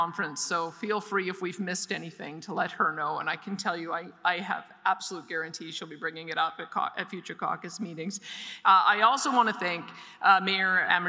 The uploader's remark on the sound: delivered a keynote address at the Industrial Heartland Association Annual Conference in Edmonton